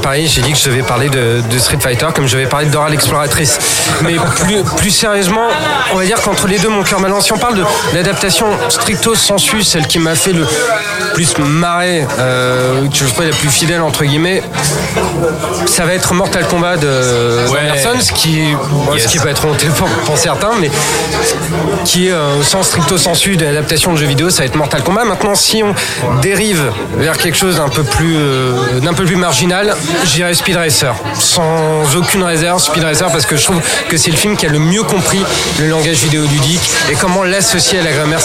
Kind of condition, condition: setting, busy venue